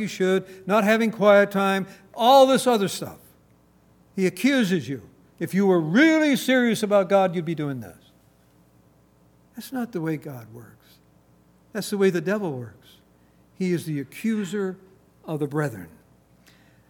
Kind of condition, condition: setting, large echoing room